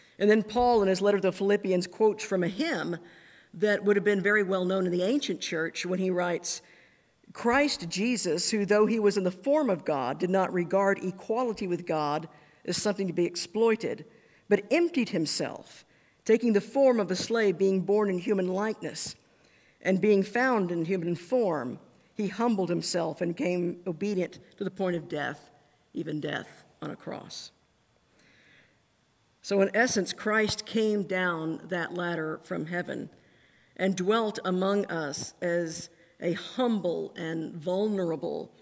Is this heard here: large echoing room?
yes